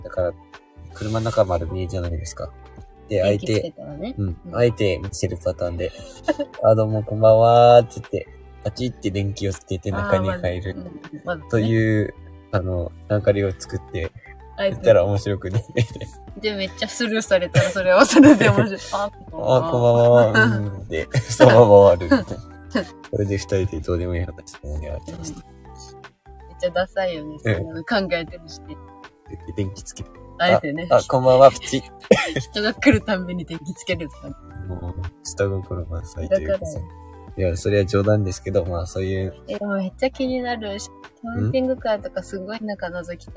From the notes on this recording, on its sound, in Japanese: LIVE キャンプ場からお届け。